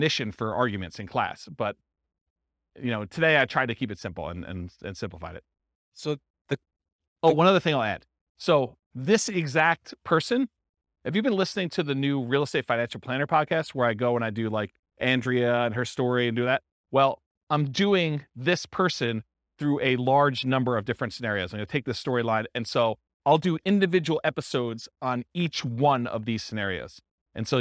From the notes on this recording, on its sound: This was a live class recorded